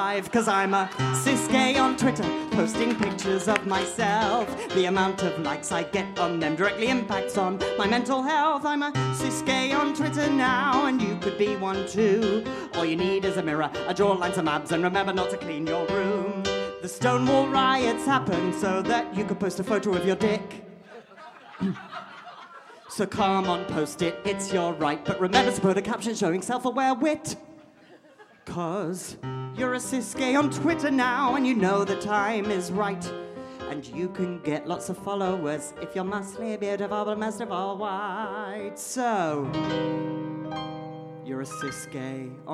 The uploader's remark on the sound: In our third Queer Talk Live show two of the most talented drag artists in London join us on stage!